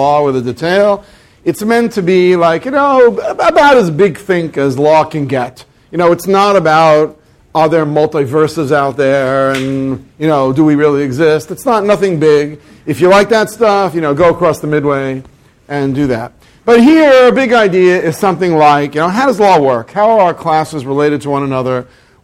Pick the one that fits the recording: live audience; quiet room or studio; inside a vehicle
live audience